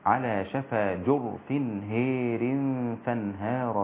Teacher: وهار أمال شعبة كلمة الألف من هار أصبحت هير هكذا، والإمالة هي الإضجاع أو الانبطاح كما يقوله بعض علماء التجويد في كتبهم. فالإمالة الكبرى هنا في هار فتصبح هير هكذا